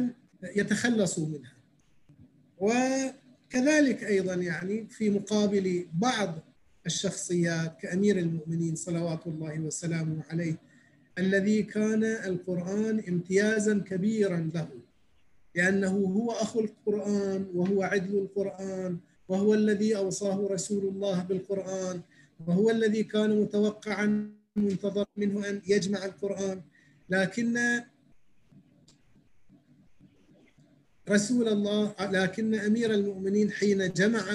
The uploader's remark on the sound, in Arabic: و يتم تسجيلها كل ليلة أربعاء على برنامج الزوم.